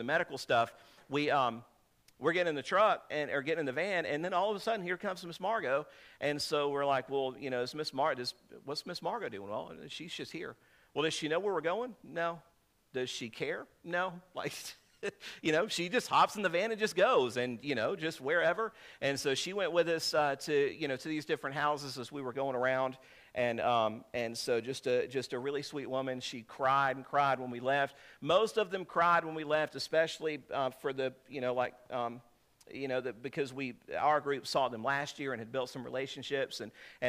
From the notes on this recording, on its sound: This is a sermon I preached on 7/30/2023